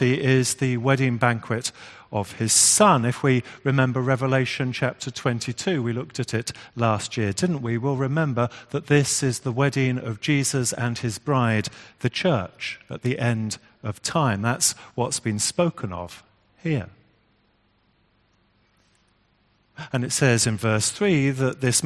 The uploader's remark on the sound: Our 10.30am morning service, which was live-streamed from church.